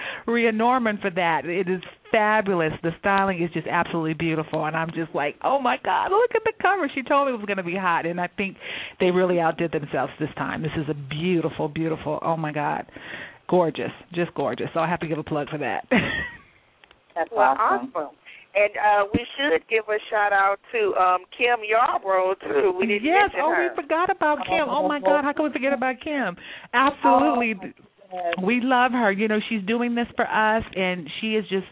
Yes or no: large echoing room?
no